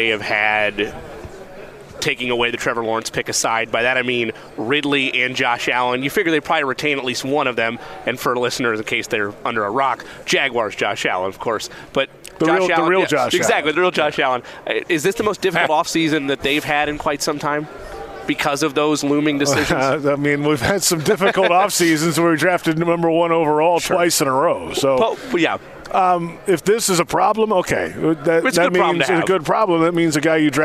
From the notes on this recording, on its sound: live from radio row at the NFL Combine